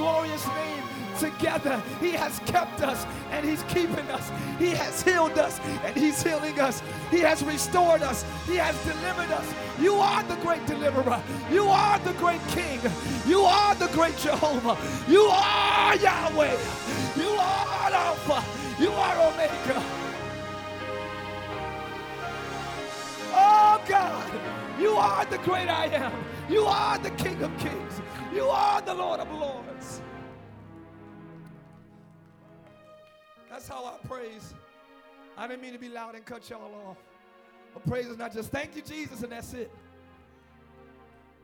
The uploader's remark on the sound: Live Church Orlando